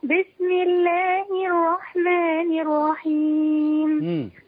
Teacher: ايوه واو بدل الراء، احنا عايزين نجيب راء